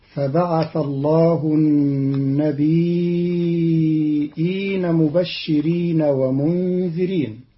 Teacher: قرأ قالون كلمة النبيين بتخفيف الياء ساكنة مع همز بعدها تبعا للأصل، فتصير هكذا: فبعث الله النبيين مبشرين ومنذرين.